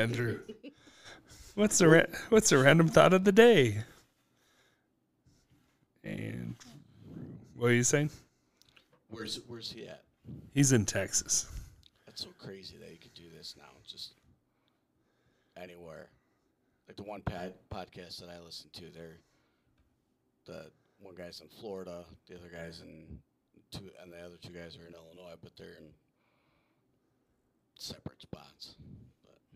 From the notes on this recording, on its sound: This is the intro and probably our worst audio but if you can turn it up it works.